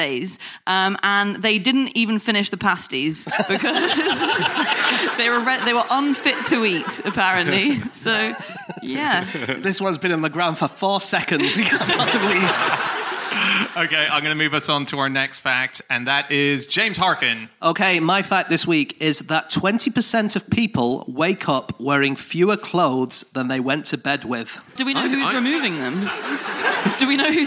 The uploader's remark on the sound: Live from The North Wall Arts Centre in Oxford